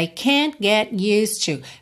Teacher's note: Percebe que você não dá muita ênfase, muita importância para as consoantes oclusivas.